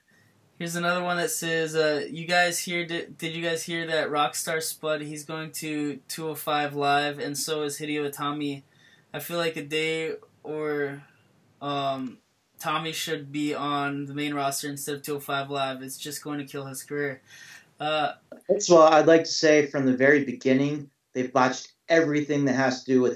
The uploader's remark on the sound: We had some technical difficulties (again) in capturing our recording, but the audio is all there for you to listen to.